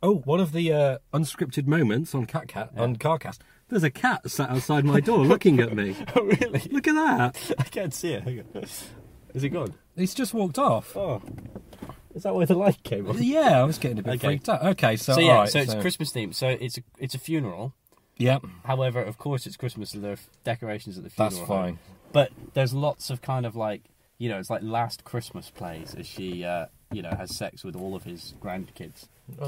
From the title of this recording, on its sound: Christmas Carcast